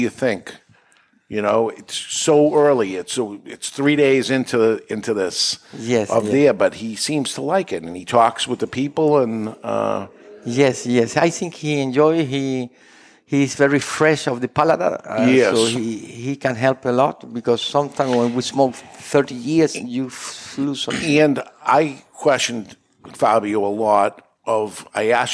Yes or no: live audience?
yes